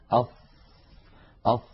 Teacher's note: من حروف الرخاوة لأن الصوت يمتد معها ويجري أص أص يجري معها الصوت والنفس كلاهما.